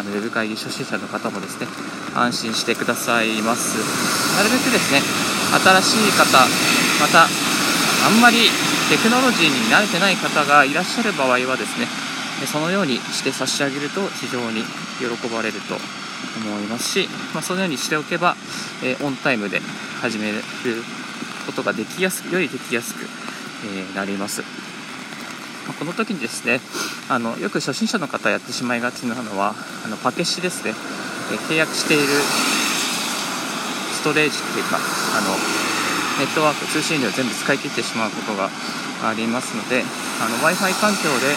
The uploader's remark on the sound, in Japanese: 歩きながらラジオ配信